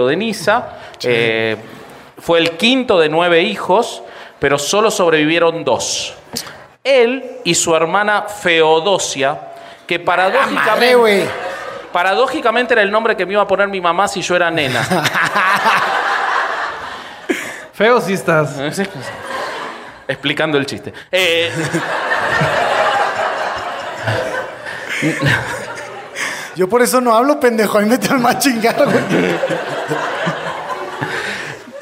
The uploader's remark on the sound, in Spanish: Grabado en Vivo en CDMX. Los Herejes se vieron en persona, para grabar un episodio ante su publico. Grabado en Círculo 99. Con producción de Comedy Lane.